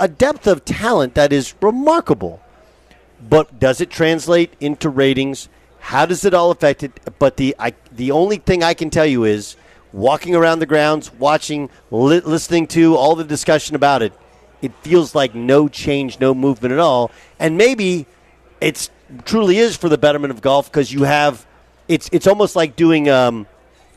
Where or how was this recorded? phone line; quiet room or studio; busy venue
busy venue